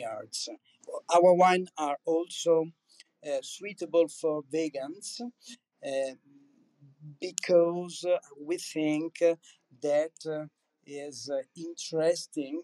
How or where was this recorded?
video call